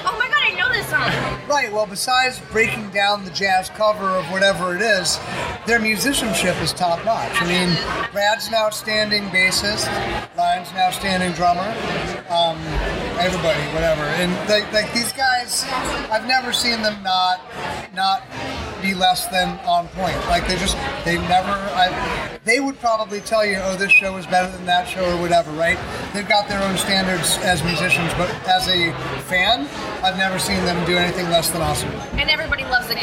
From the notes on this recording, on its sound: while we recorded during the party